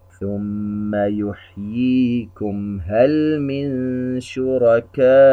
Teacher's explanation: ميم ساكنة في كلمة يحييكم بعدها حرف الهاء، إظهار شفوي